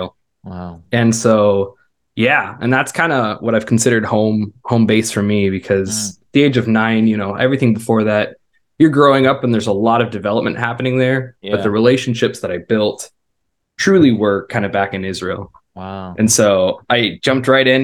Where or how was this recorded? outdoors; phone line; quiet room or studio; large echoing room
quiet room or studio